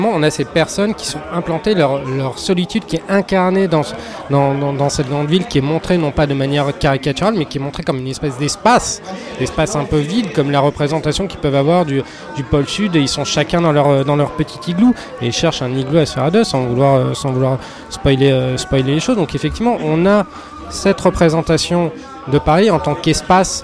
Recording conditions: busy venue